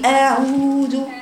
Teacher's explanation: انت عندك الواو الماديه حركتين